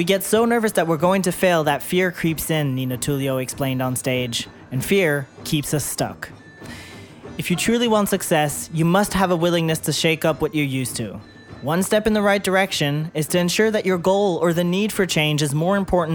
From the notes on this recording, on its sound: Live From the Salon Owners Summit 2024. Bonus episode was edited and mixed by Audio Z.